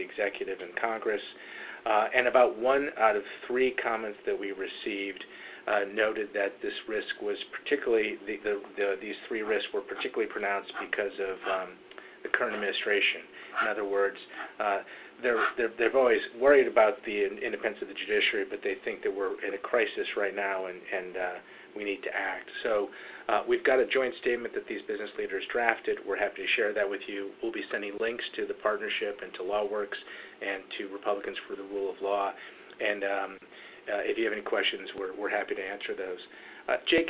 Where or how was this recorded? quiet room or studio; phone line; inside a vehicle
phone line